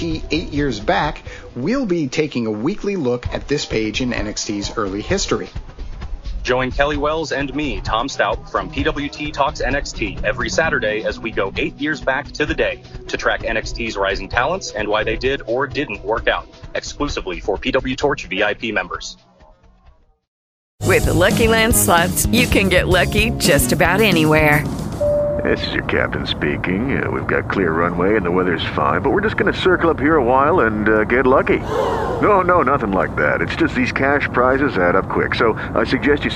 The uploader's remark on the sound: With live caller and email input along with an on-site correspondent who attended in Stockton, Calif. The production glitch that led to the video being replayed.